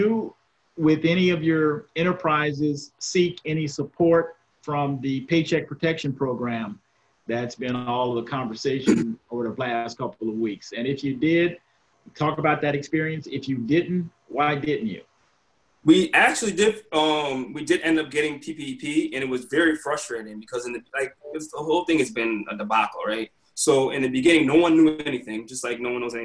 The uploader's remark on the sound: Virtual Quadcast. Sits down virtually.